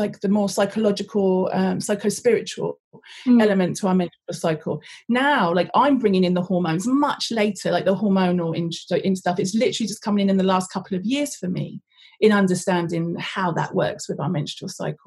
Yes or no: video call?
yes